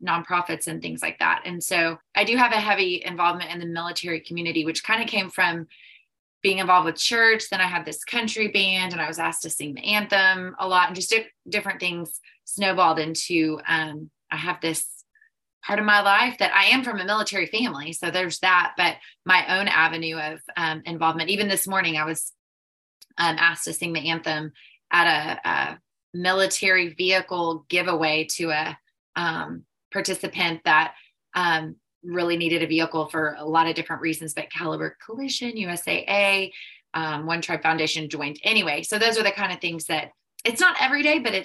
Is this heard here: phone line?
no